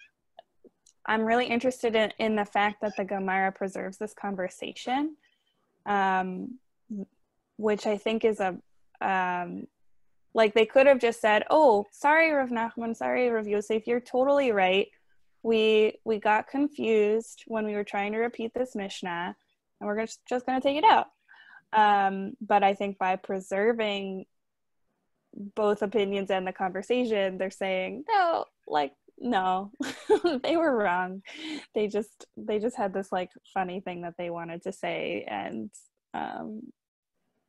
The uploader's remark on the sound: This audio was originally captured from Zoom. As Shiur Klali for Drisha's Summer Kollel.